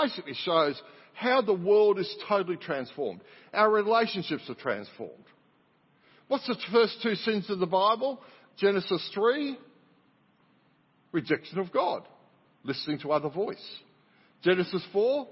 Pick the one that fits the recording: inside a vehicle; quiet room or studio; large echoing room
large echoing room